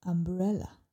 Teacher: you'll notice that the second sound, br, is louder, longer, and at a higher pitched umbrella. · Term: word stress